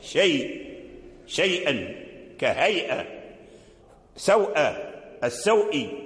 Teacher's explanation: فورش له التوسط في هذه الكلمات · يقرأ بالتوسط أي بمد زائد ما بين الإشباع والقصر توسط. ورش له في هذه في هذا في هذا في الواو والياء، لكن بشرط ان يكون ما قبلهما مفتوحا وان يكون ما بعد الواو او الياء همزه.